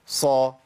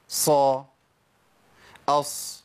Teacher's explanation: سامعين صوت الصفير والهمس